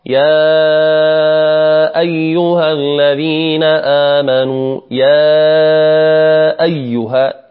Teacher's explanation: وهذا المد إخواني الكرام يمد أربع حركات، يمد أربع حركات عند حفص. حفص يقرأ يا أيها الذين آمنوا، يا أيها يمده أربع، يا أيها يمده أربع. · Term: المد المنفصل